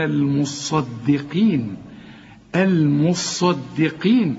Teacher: المصدقين والقاف، اوعى تطلعها بين القاف والكاف